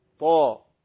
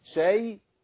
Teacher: الحرف المفخم بيحتاج مني لتدوير بسيط للشفتين. بص والمرقق يحتاج مني لبسط بسيط للشفتين. شاي طاء لا نبالغ.